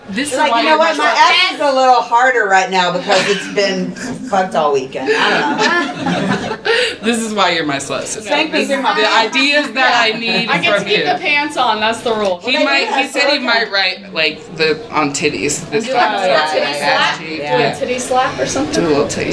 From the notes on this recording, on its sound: Live from Splash Mocha Atlanta. We did our first ever live audience podcast.